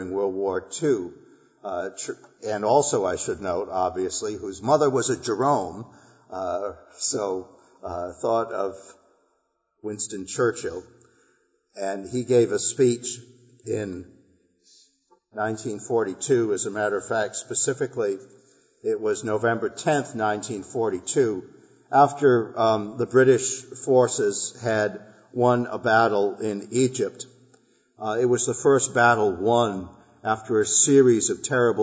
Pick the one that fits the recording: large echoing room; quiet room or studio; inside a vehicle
large echoing room